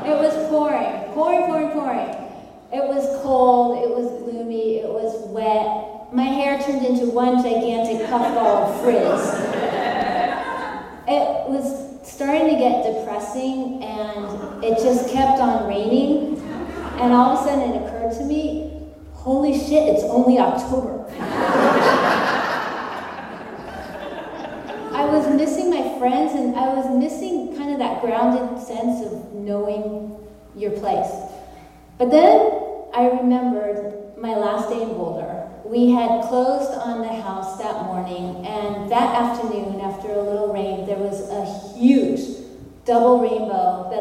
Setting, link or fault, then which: setting, live audience